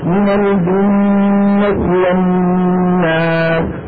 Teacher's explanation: النون المشددة فيها غنة طويلة